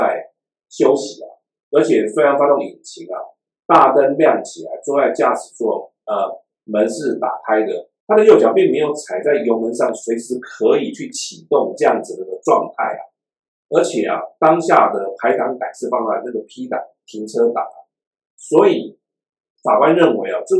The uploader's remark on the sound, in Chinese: 本集錄音出了一點狀況，還請多多包涵